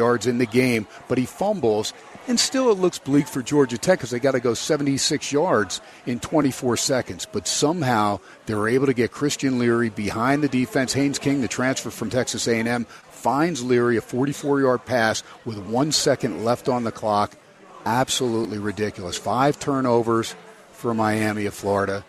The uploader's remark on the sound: "Live" from #SteinersPub #LasVegas